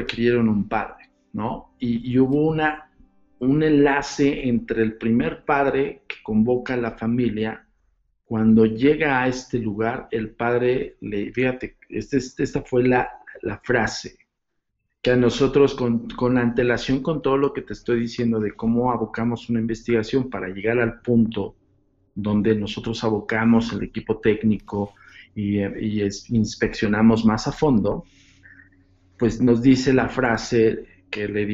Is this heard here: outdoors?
no